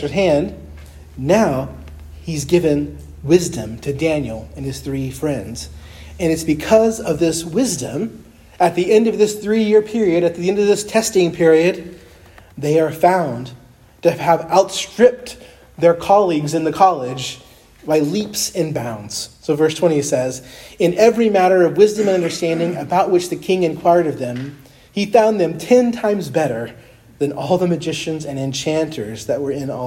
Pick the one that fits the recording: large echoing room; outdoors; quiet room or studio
large echoing room